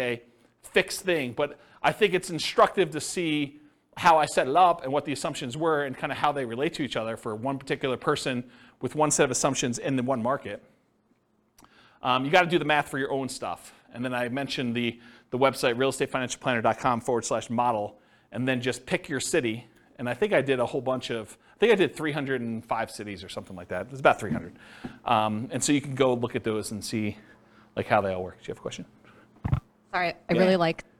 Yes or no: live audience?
yes